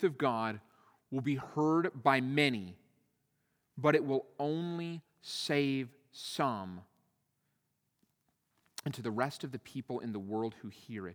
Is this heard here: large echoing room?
yes